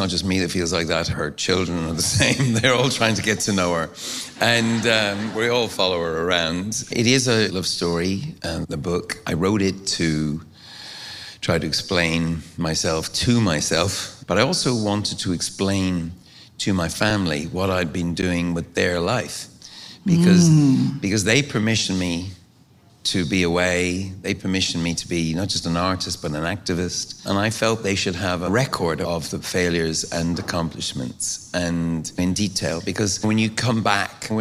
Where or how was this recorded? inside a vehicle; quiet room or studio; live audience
live audience